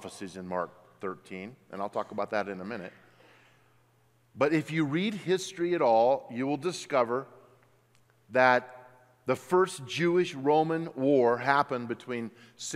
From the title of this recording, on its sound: at Timberline Church